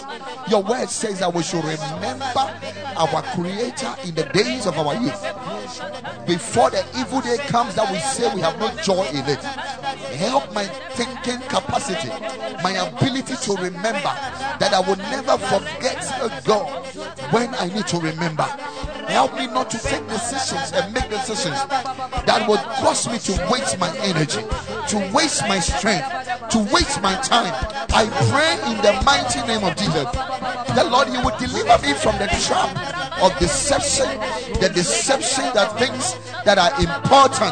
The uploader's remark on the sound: Preached at the Ekklesia Chapel